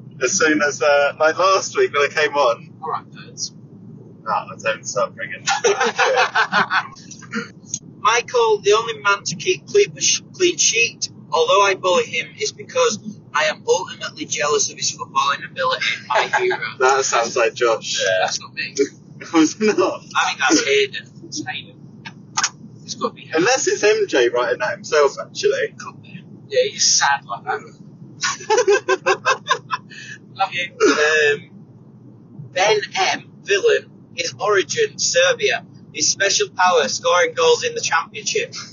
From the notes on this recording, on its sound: Sorry about the sound quality, this pod took place on the M20. In Tonbridge.